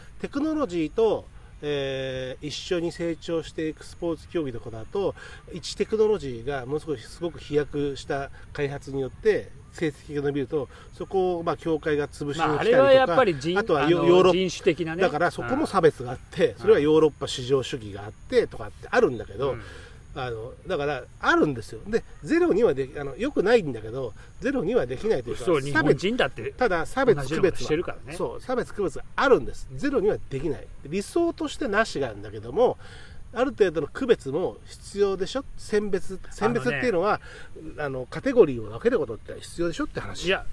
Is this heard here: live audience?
no